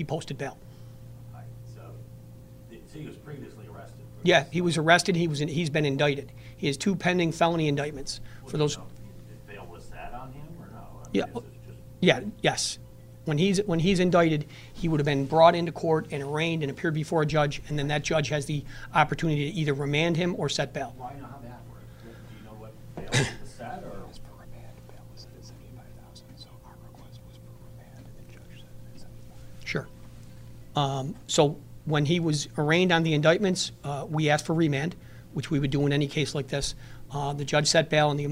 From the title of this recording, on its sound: Erie County Sheriff's Office press conference